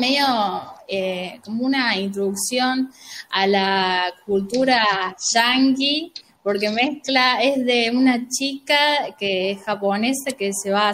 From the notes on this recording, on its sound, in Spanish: La hicimos usando #jitsi. 6ta. Juntada Virtual.